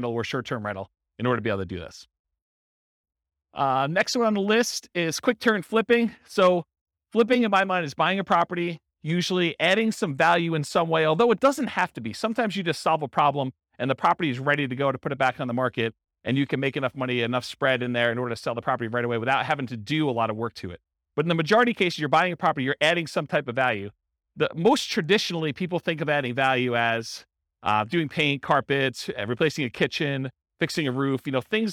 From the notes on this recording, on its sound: This was a live class recorded